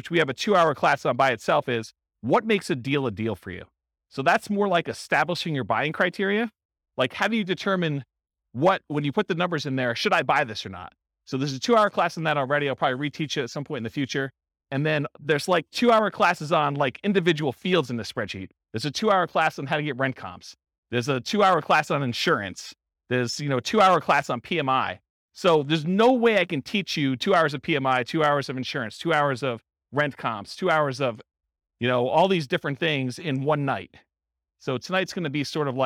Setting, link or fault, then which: setting, live audience